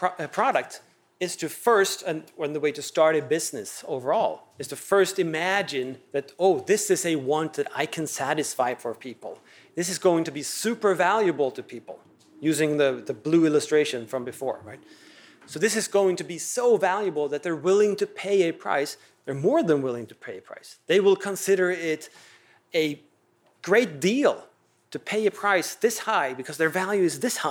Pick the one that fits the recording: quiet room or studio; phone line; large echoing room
large echoing room